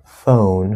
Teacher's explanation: most likely the N is going to erase the H and connect on is